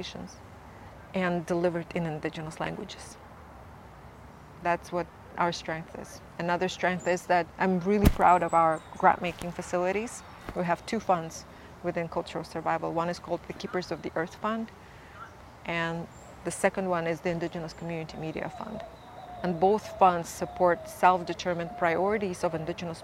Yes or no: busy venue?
yes